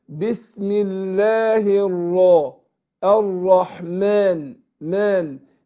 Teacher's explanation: يبقى هنا الميم مرققه والالف تابعه لها · Term: ترقيق